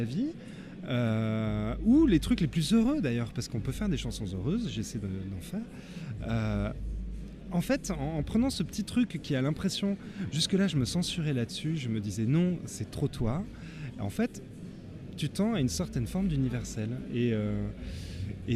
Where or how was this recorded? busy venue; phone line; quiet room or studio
busy venue